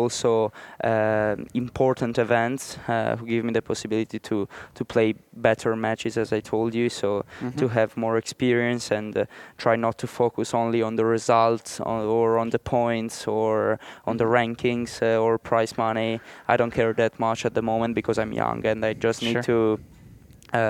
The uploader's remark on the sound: Recorded live at the Arizona Tennis Classic.